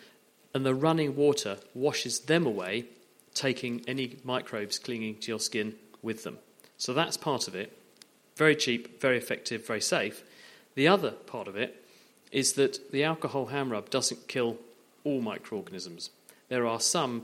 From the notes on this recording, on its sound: Audience Questions: Naked Scientists LIVE! Here are a few extra bits from our live show as part of the Cambridge Science Festival.